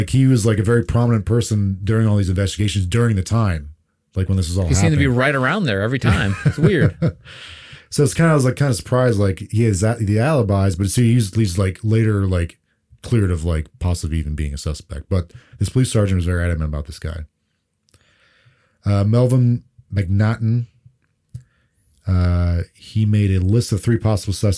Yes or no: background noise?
no